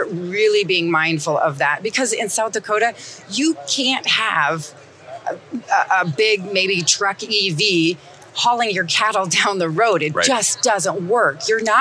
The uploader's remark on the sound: Connected from the NADA Show Floor! A few weeks ago at NADA, we had 11 great conversations in our booth on the show floor with people from different parts of the automotive industry.